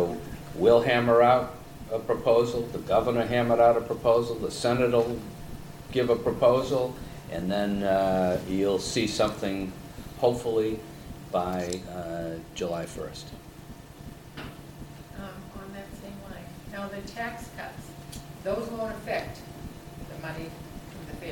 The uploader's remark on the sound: The meeting was conducted in a hybrid format: School Committee members, key guests, and the public were in person in the Lecture Hall at Franklin High School. Others participated virtually via the Zoom webinar set up.